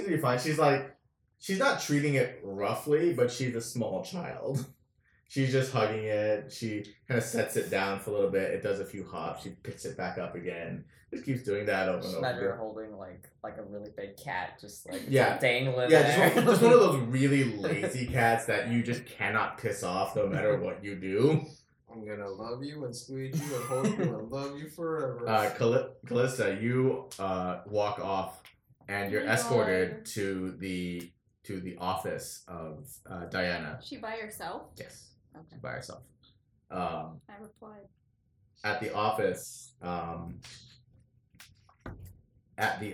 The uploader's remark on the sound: First and foremost, this is a rough pilot. This is more of a proof of concept and there are several issues including audio issues, and small noises.